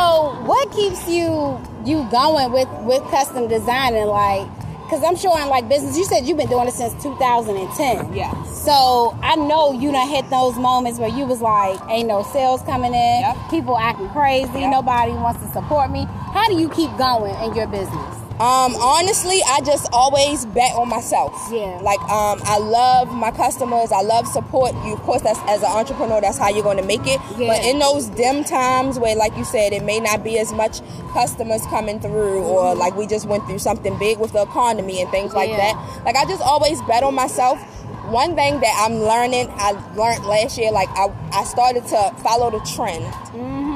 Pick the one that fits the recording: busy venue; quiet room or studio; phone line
busy venue